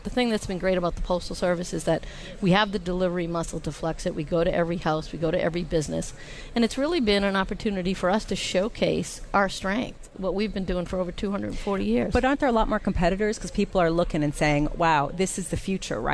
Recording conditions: busy venue